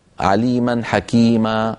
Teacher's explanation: التعويض عن تنوين النصب حالة الوقف بألف تمد بمقدار حركتين · Term: مد العوض